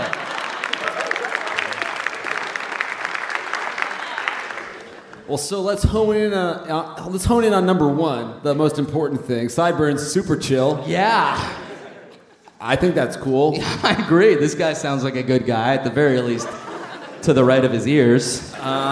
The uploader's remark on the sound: Recorded live at Duke University.